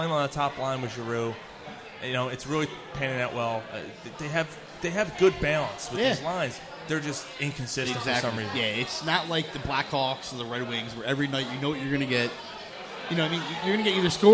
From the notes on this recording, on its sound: Broadcast live from The Greene Turtle in North Wales, PA.